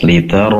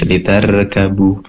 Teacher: ro sukun yang didahului oleh fathah, tentunya ro-nya berubah menjadi tebal dengan cara mengangkat pangkal lidah ke atas. Lidah yang paling belakang diangkat ke atas.